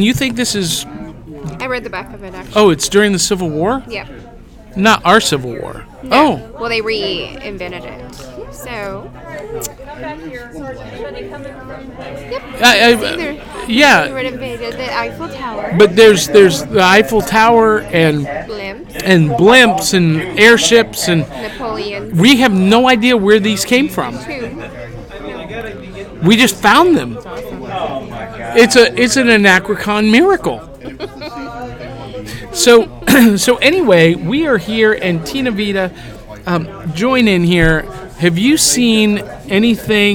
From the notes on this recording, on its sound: Live from Anachrocon in Atlanta Georgia!